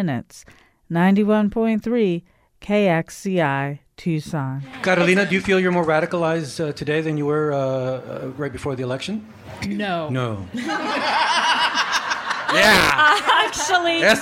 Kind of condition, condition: setting, live audience